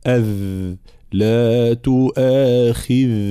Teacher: صوت الذال مجهور ورخو